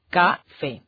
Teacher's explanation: termina en vocal, en la vocal E, se acentúa en la E, café. Todas, como vimos, se acentúan en su última sílaba.